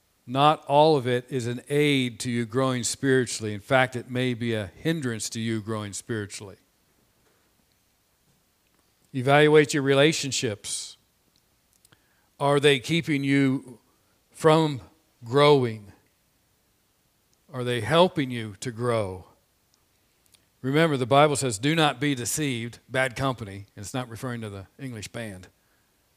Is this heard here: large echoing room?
yes